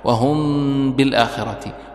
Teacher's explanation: يعني اخفاء ولكن باطباق الشفاه